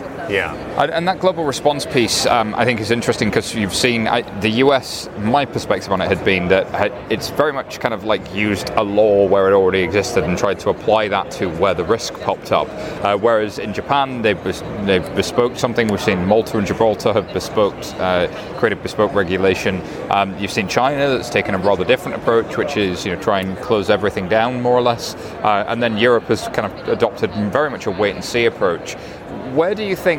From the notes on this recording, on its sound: Live from Money20/20 USA